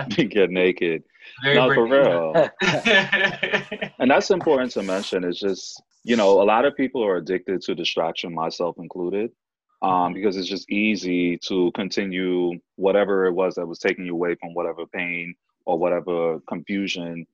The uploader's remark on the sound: Due to social distancing we're recording via phone. There is background noise and a few technical interruptions, we apologize in advance.